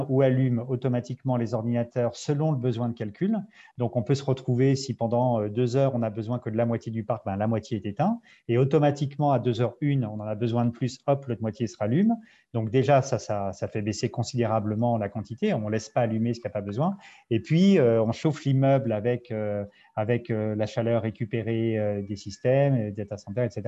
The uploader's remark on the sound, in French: Séance enregistrée sur Zoom